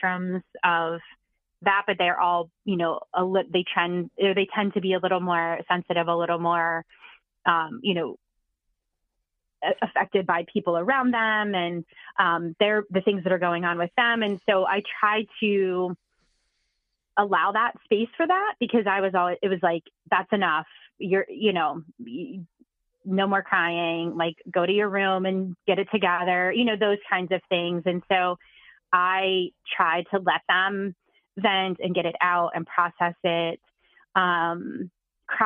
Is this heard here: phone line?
yes